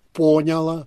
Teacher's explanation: «Поняла» — ударение на первом слоге.